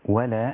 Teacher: الواو واللام كلها رقيقة